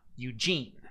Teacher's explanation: So, G gets the emphasis. U does not.